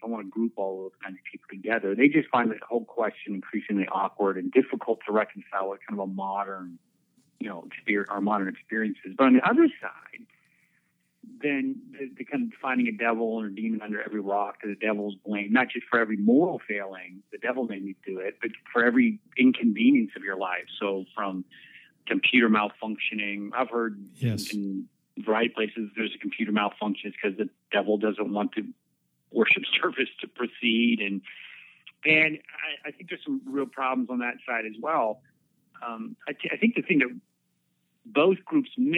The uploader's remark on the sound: Out of respect I kept our time on the phone to an hour.